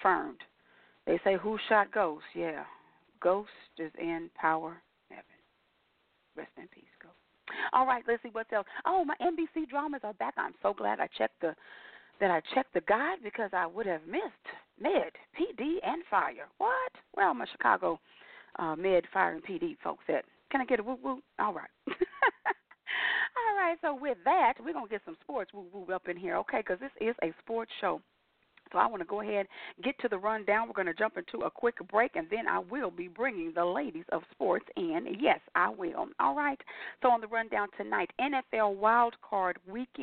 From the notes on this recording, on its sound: your phone calls